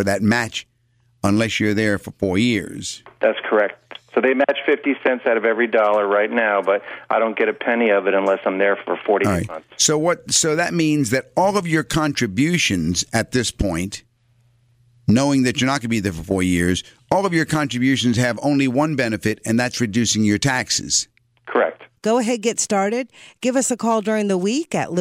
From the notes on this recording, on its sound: Financial planning call-in show.